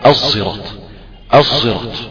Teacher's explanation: هي صاد مشمة صوت زاي · Term: صاد مشمة بصوت زاي